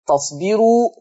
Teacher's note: فيها ترقيق الراء، والسبب ليه الراء مرققة يا ورش؟ لان الراء مضمومة وقبلها حرف مكسور